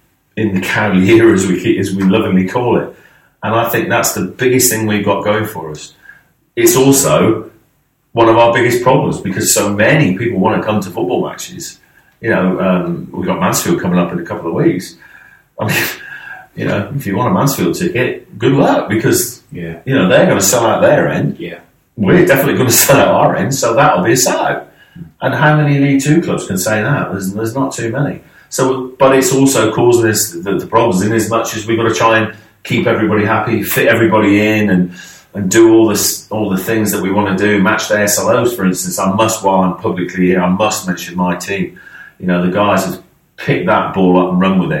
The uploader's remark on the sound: Apologies for the drop in audio quality - we had a bit of a problem with the recording setup, so this is actually from the backup recording we had on the day.